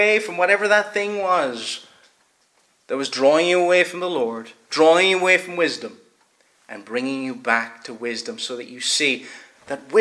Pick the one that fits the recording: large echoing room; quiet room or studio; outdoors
large echoing room